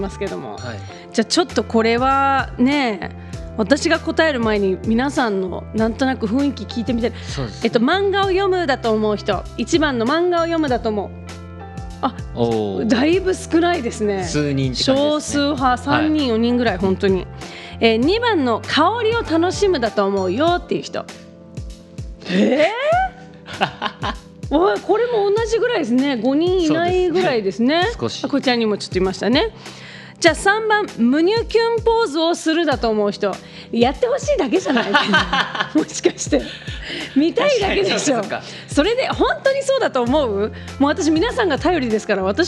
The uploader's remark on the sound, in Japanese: 公開収録前のトーク、観覧のお客さんとのやりとりの模様もお届け。